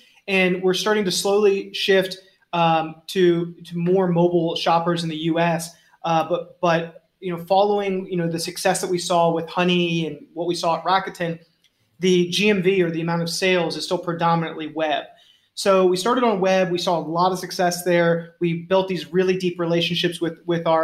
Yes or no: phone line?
no